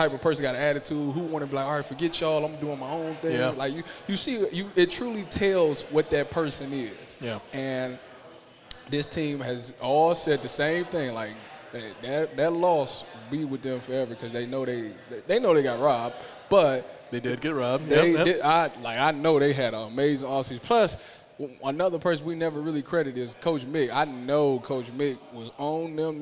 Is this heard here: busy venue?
yes